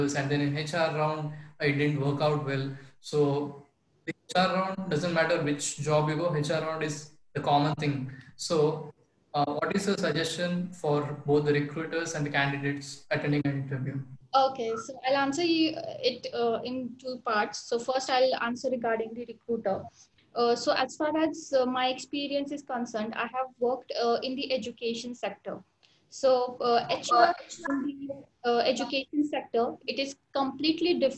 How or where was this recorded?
video call